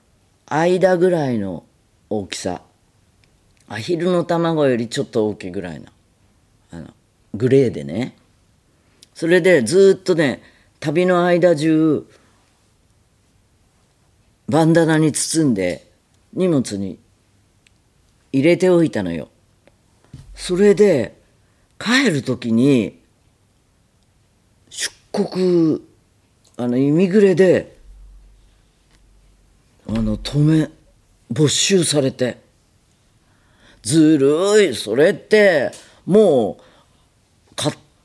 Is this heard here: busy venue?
no